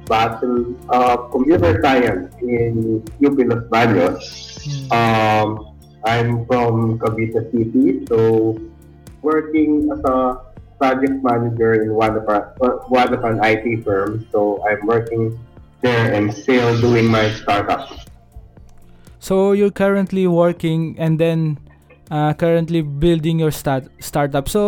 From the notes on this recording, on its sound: The audio is kinda lossy because, we are having a bad connection while recording this episode.